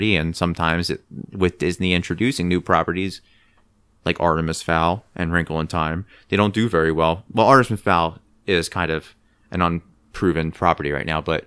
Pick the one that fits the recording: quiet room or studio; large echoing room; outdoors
quiet room or studio